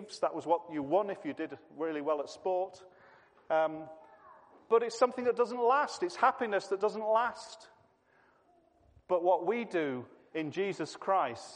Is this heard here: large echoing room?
yes